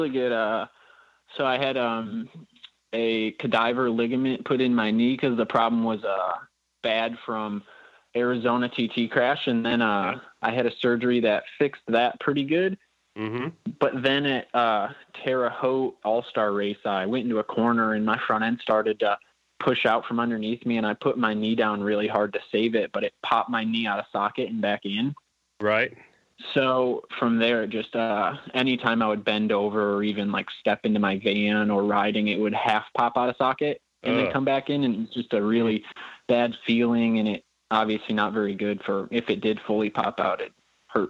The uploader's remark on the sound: Instead of wondering, we picked up the phone and started calling folks. Here is a collection of the first few calls we made!